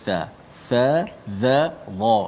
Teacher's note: huruf dha hujung lidah di bawah gigi kacip atas